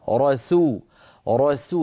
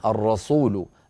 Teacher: ننتقل من راء مفخمة لسين مرققة · Shown in: first take